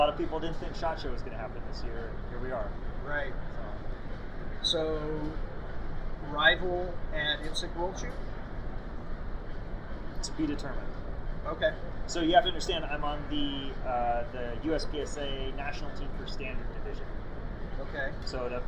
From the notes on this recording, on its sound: SHOT Show 2022. Unfortunately, there was no ceiling to this space. There was a lot of "crowd noise" from SHOT Show attendees.